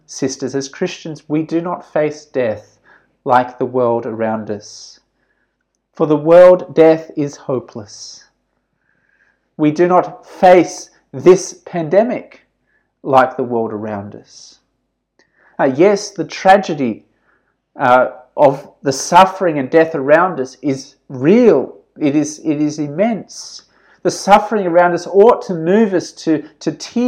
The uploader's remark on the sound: This sermon was preached at St George's Church, Penang on 8th November 2020.